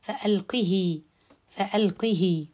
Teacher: كسر الهاء مع الصلة